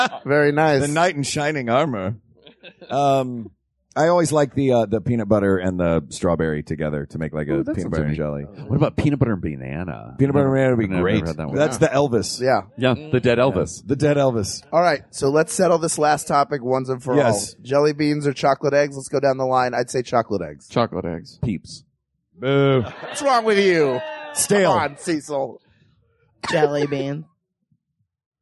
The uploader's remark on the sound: LIVE on a boat.